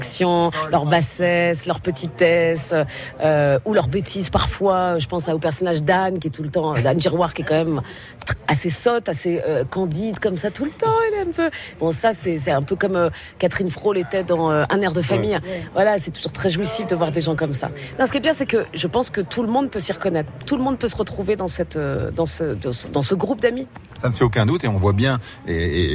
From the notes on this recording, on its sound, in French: Une Rencontre réalisée en janvier 2019 au 22e Festival international du film de comédie de l'Alpe d'Huez en Isère.